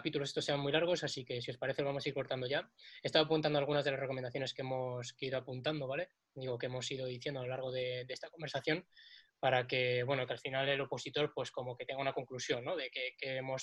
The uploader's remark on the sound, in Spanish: Nos hemos reunido cuatro amigos por vídeo-llamada.